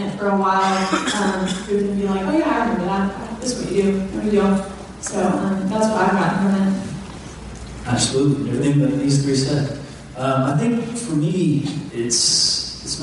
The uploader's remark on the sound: Audio Recording of IC Panel at July Experience